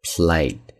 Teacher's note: plate 中间是一个双元音，发音的时候嘴张大